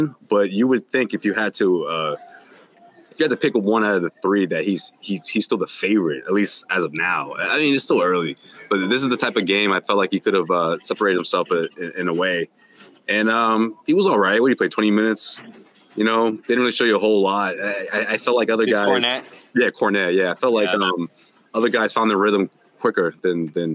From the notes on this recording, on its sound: The Garden Report airs live after the Celtics' second preseason tilt vs the New York Knicks at Madison Square Garden! LIVE from MSG!